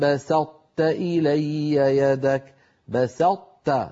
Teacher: بسطت نطبق على طاء ثم نفتح على تاء